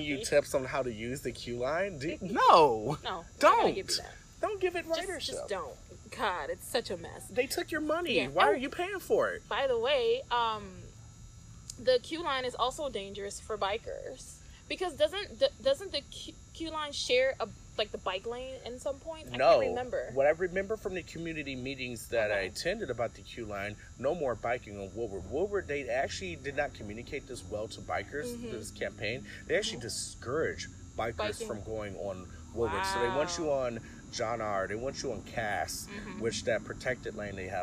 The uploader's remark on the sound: gather around the bonfire and enjoy the nighttime sounds, that only a Detroit neighborhood can provide